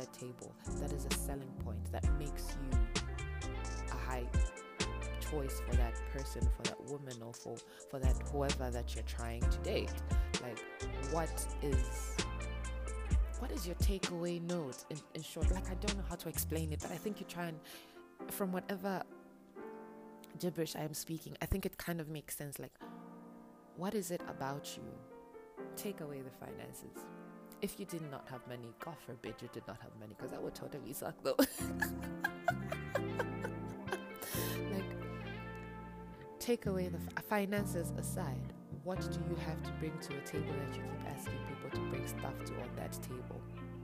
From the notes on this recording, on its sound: I apologise my voice sounds a bit low, I am battling seasonal allergies.